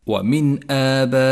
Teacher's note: المثال التالي الإظهار، لاحظه في قوله تعالى ومن آبائهم، النون الساكنة جاءت بعدها الهمزة، والواجب هنا أن تظهر النون الساكنة والهمزة من غير تشديد أو غنة